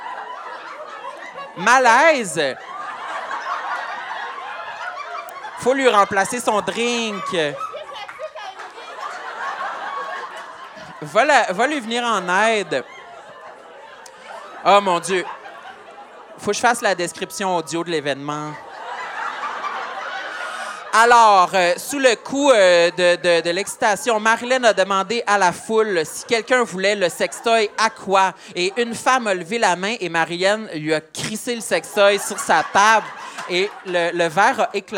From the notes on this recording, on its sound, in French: lors de ce LIVE au Lion d'Or de Montréal